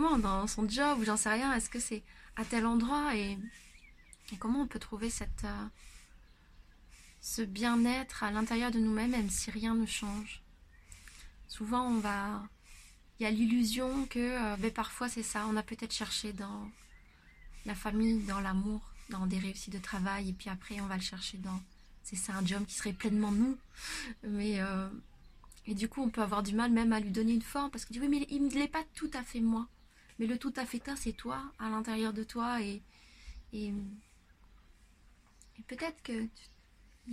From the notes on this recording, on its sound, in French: Désolée pour le bruit de fond des voisins !